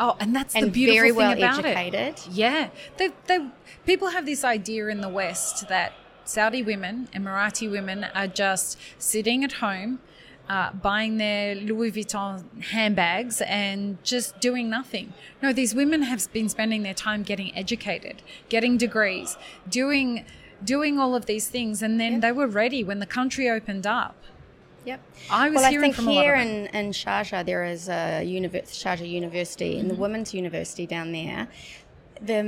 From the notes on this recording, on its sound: WOC Dubai 2023. Live series from World of Coffee Dubai. Joined us live as the official podcast partners for World of Coffee Dubai, and recorded podcast episodes from the show floor.